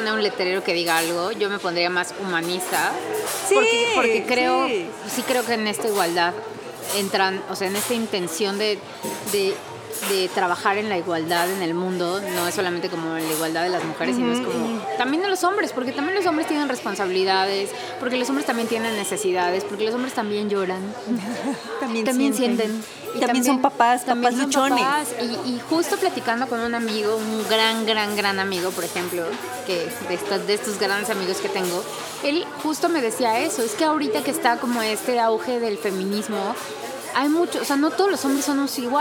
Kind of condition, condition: setting, busy venue